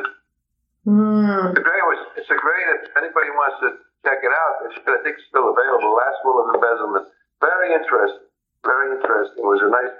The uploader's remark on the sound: welcome via phone